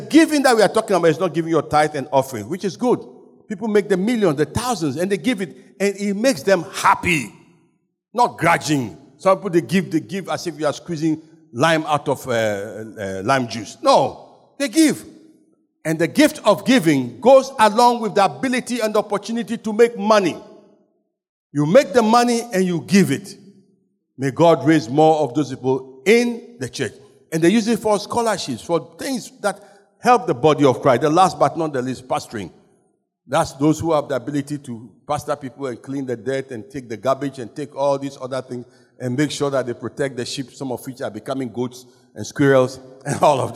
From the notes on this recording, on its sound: Sermon preached at CBC Shiashie